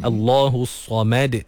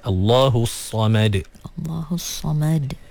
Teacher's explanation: Sama juga ada qalqalah pada huruf dal. Dan mim dipastikan nipis.